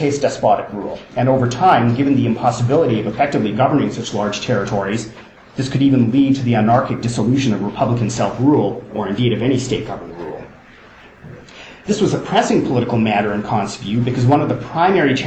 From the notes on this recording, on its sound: First presentation from the Kant and Colonialism conference held in University of Oxford in October 2010